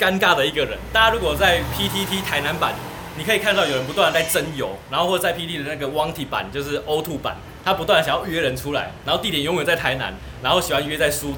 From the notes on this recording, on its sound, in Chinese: 錄音地點：Te en Té 山露露品茶。錄音設備：Samsung S8。